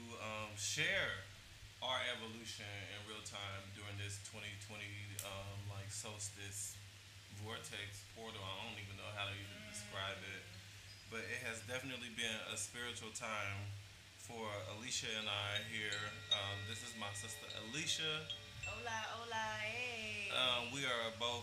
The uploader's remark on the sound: The sound quality is not as strong as I'd want. We had to record this in a field microphone way.